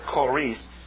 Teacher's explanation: Greek word choris, accent on the last syllable, long O.